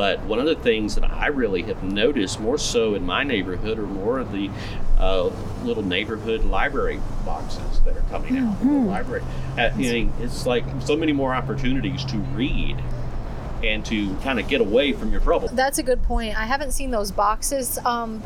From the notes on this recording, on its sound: On Location at Duplin Winery in Panama City Beach. From Duplin Winery PCB.